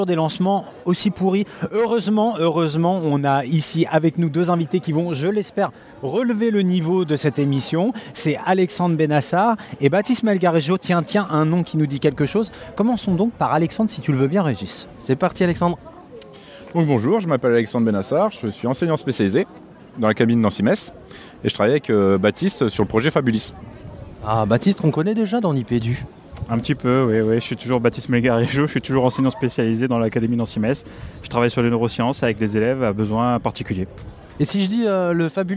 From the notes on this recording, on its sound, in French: enregistré à la Journée Nationale de l’Innovation 2017